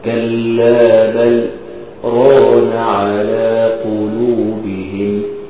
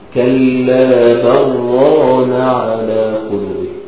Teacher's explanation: بنقول لك انت اذا كنت تقرا بتوسط المنفصل، اي اربع حركات في المنفصل، فيجب عليك السكت، تسكت، تقرا بالسكته اللطيفه التي تكون بدون تنفس في هذا الموضع · Shown in: first take